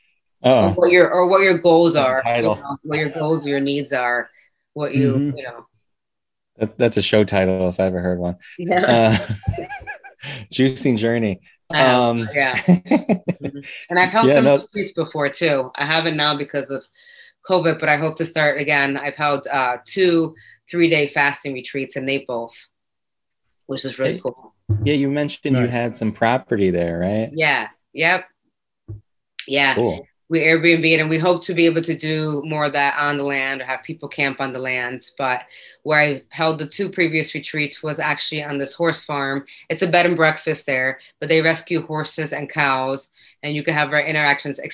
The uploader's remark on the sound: Recored Live on Zoom